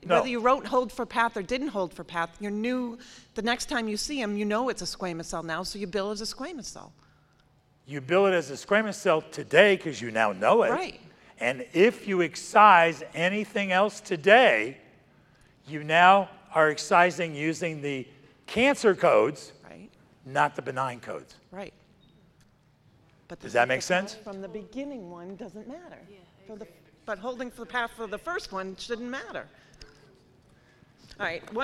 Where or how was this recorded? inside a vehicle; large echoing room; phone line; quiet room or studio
large echoing room